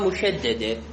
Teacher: هي إنا تلفظ بس أصلها إننا، إنا مشددة أصلها إننا · Term: نون مدغمة